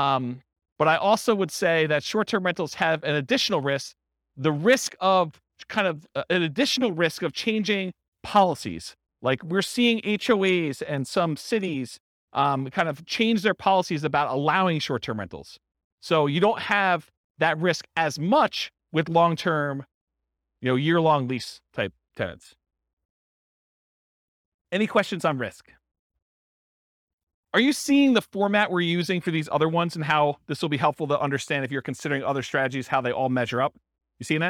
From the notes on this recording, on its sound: This was a live class recorded